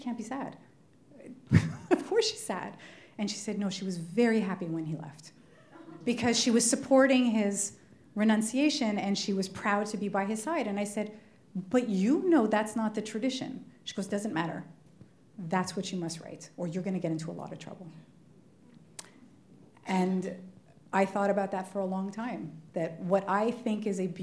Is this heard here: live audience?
yes